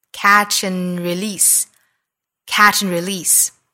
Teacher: catch and release 读的时候连在一起中间不断开